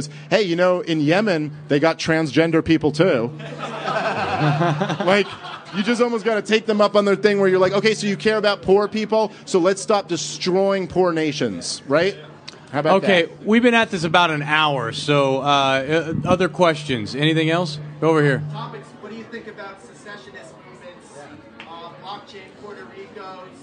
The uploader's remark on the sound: A podcast recorded live in Los Angeles at our special “Liberty Behind the Lines” event. They spent an hour taking questions from fans in attendance.